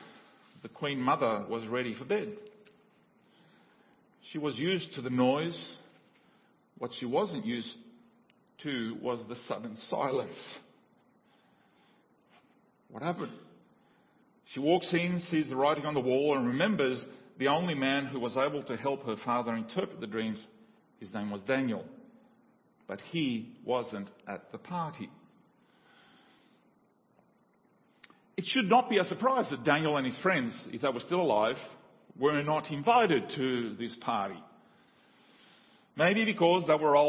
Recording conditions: large echoing room